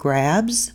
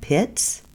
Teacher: a word ending in a voiced letter sound has a Z sound at the end · Shown in: first take · but the words with an unvoiced puff of air ends with the S sound at the end of the word.